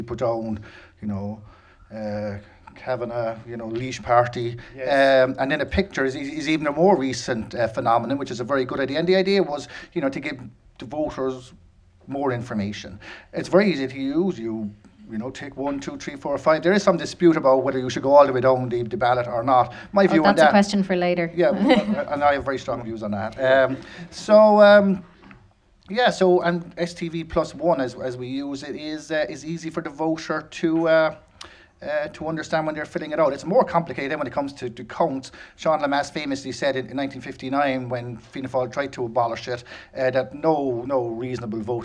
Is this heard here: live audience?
yes